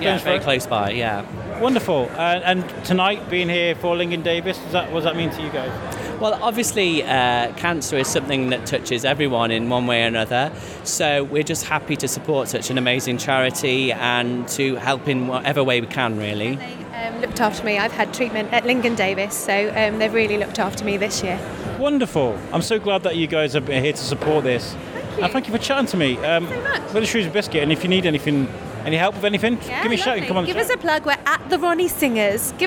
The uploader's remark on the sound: Take the mic for a walk around Shrewsbury Abbey as we celebrate another year of Abbey Fest 2022, a charity even put together by Lingen Davies. This a candid bit of audio, no plan, just a collection of conversations with lovely people on a lovely evening.